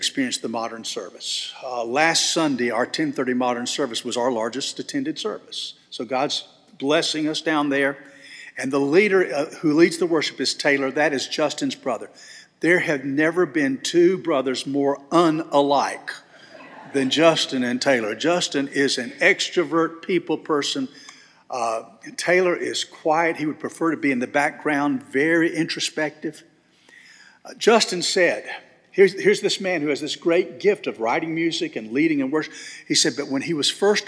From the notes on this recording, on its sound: This sermon was delivered on October 29, 2023 at First Baptist Church Hendersonville, NC.